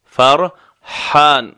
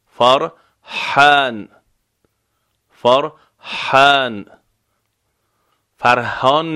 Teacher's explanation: حرف حلقی از وسط حلق تلفظ می شود